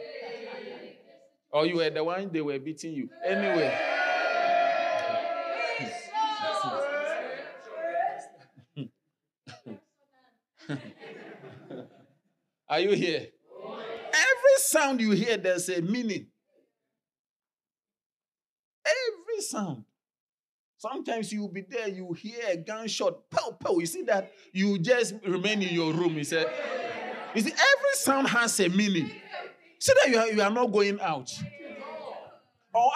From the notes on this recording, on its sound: Sermon delivered on Sunday, November 26, 2023, at Strong Christian Church in Bellville, South Africa.